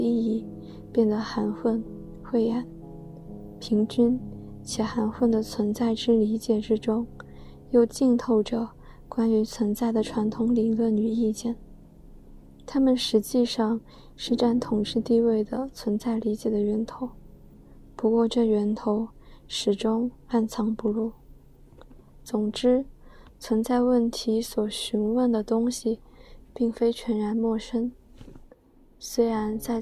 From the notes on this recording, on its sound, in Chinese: 没有准备，也不打算剪辑。这个BGM是我读海德格尔的时候，晚上从图书馆走回宿舍的背景音乐。带有轻微的舍友发出的杂音。